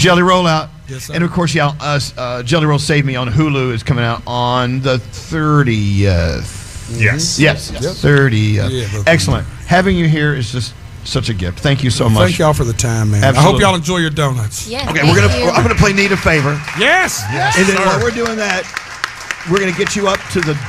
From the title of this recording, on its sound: Live Broadcast From The Intrepid!